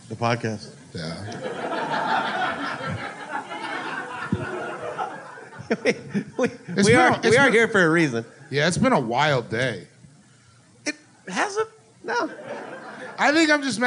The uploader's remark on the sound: This was recorded live at The Hideout in Chicago.